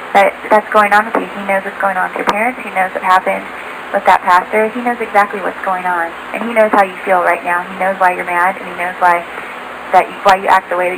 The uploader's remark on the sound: Prank Phone Calls